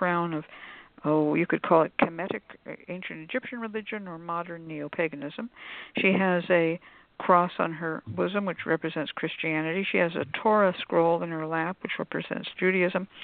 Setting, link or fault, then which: link, phone line